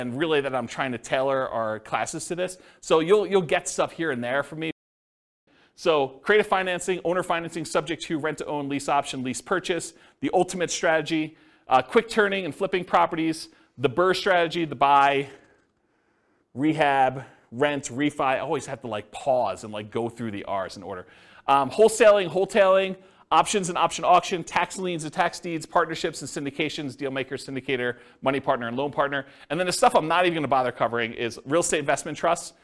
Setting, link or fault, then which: setting, live audience